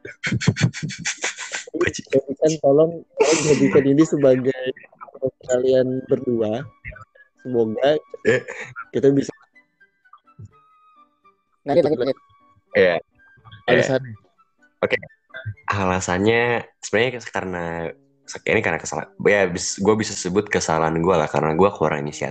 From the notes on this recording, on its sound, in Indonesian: Mohon maaf apabila, kualitas audio kami sangatlah buruk.